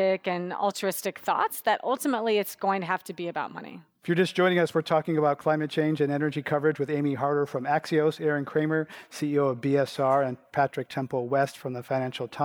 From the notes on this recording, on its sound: Portions of this program were recorded at the BSR 2019 Conference in San Jose, California.